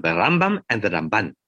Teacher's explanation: But he would say the way you distinguish between them is that it's the Rambam and the Ramban, that the Ramban gets the stress on the second syllable and the Rambam gets the stress on the first syllable, so that you're not making a confusion.